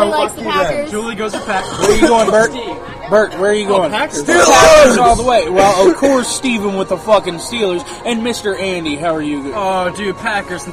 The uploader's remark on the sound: Super Bowl Show LIVE from Glory Days in Ranson! Apologies for the audio, we're in a bar during the Super Bowl, with a shit load of people, haha.